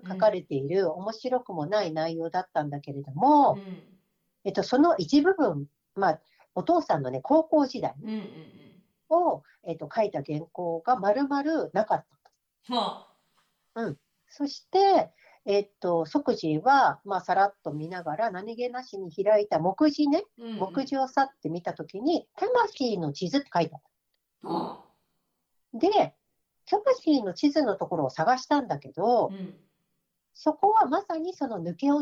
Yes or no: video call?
yes